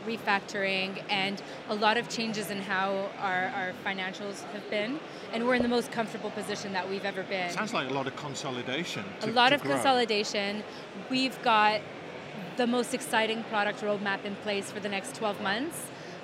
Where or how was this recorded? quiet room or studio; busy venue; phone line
busy venue